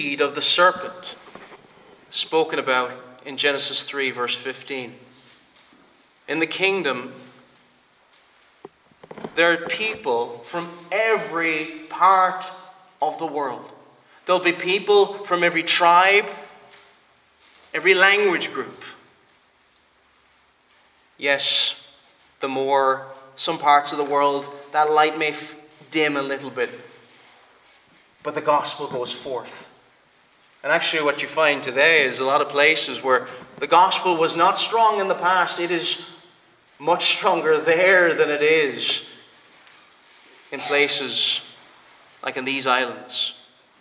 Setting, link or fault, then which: setting, large echoing room